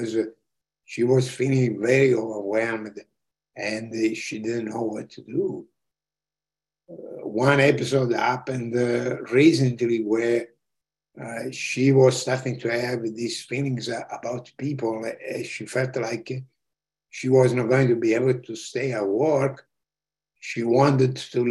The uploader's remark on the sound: This episode features the audio from one of the ACO case presentation series webinars.